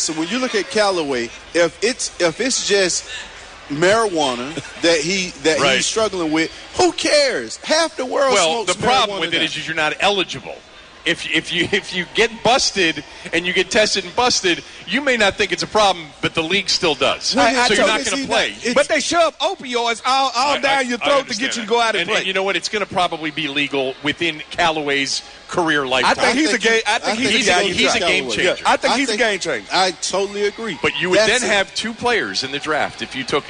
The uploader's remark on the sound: 2018 Redskins Draft Party. Live from FedEx Field!